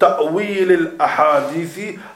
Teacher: As you can see, the alif and the lam is both pronounced, but if you have a word before it, ta'wil al-ahadithi, lam is pronounced, but the hamzat al-wasl is not pronounced.